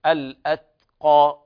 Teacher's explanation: والبيان في الهمس في التاء، همس خفيف. الأتقى، وكذلك القاف تفخم من الدرجة الأولى لأن بعدها ألف، والألف تتبعها في التفخيم.